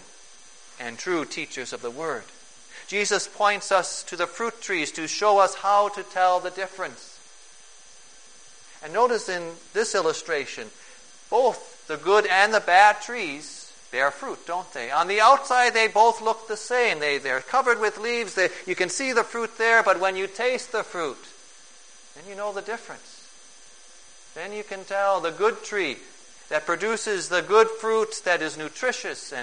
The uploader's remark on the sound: Preached on June 26, 2011, for the Second Sunday after Pentecost, at St.